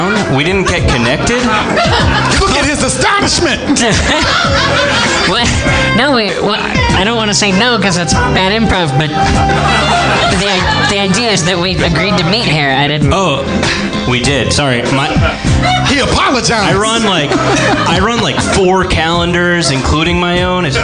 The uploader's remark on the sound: Harmontown performs its last show on the stages of Nerdmelt in the back of Meltdown comics